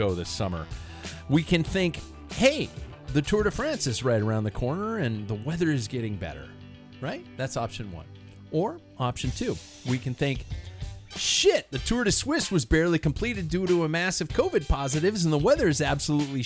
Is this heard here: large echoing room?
no